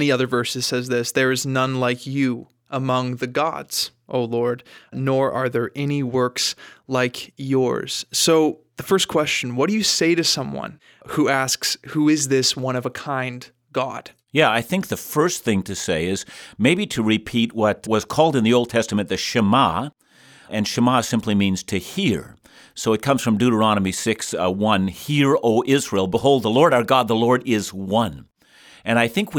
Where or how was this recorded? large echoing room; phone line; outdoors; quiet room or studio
quiet room or studio